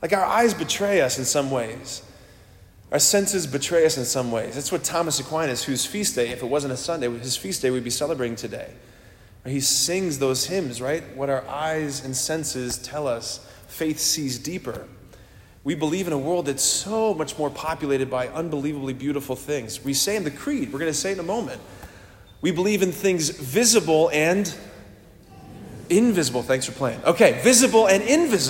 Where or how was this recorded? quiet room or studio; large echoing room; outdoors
large echoing room